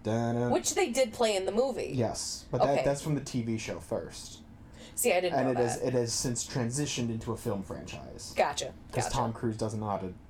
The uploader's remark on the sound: Just ignore the weird background bongo noise. Sound like they're in a tin can.